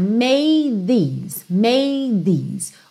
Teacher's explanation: Então você já vai direto made these, made these. Ou seja, como se você não fizesse o D, porque você já vai fazer o TH